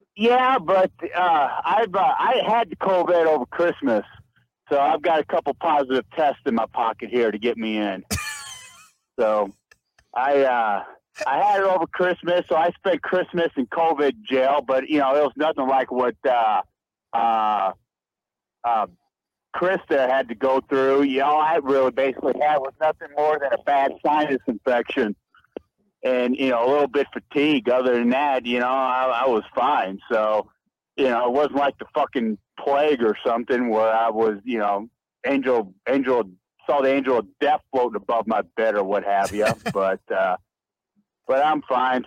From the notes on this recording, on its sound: called